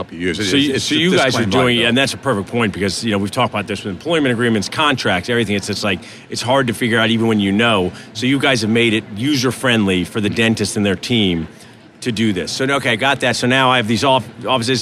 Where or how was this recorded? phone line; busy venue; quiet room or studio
busy venue